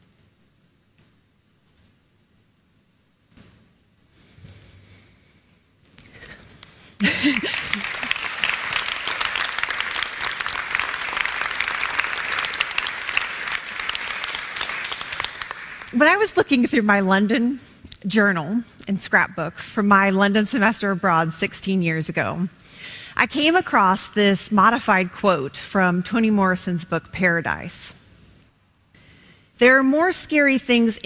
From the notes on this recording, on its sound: In front of an audience of her co-workers